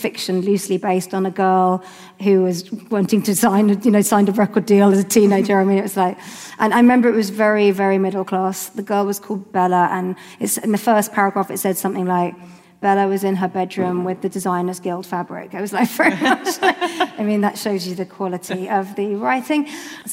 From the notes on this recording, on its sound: How To Fail LIVE. This episode was recorded live at Shoreditch Town Hall.